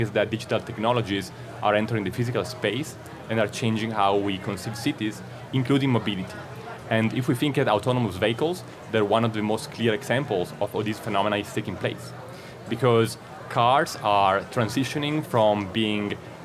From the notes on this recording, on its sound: Today we are coming to you live from Salone del Mobile in Milan, brought to you in partnership with our friends at Hyundai. Monocle’s vantage point in Tortona.